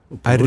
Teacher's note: jeg sier R-en med å bruke eh, tungespissen